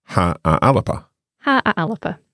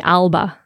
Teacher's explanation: in Gaelic, you have a vowel that appears between the L and the B · Shown in: first take